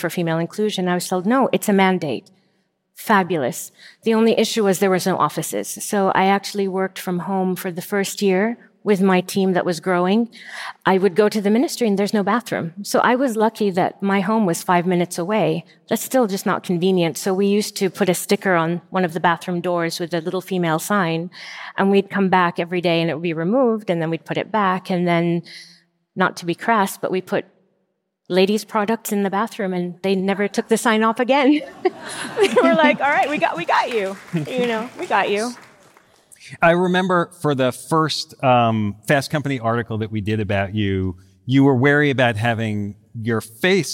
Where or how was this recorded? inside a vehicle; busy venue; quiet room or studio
busy venue